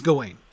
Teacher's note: The stress is on the second syllable because it's the ain that matters, and so that's what you hear most.